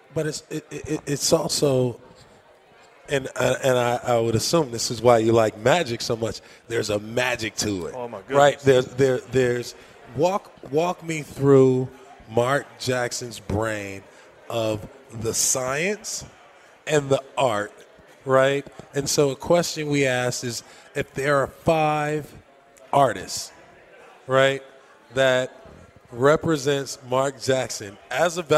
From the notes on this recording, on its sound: Recorded at Summer League.